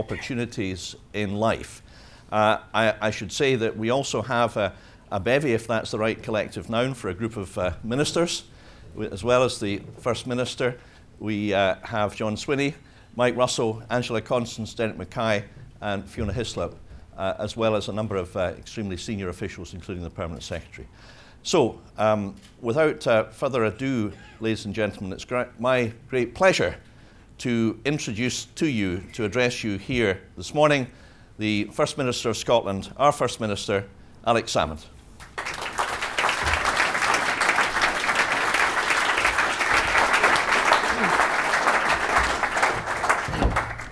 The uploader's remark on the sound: National Economic Forum, 19 June 2013 - Part 1 (09:00-10:00am). Followed by a Q&A session.